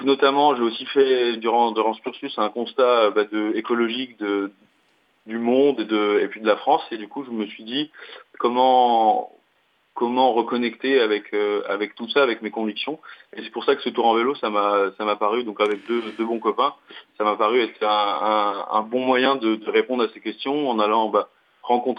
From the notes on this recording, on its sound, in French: Par téléphone, pris dans le vif de leur périple à vélo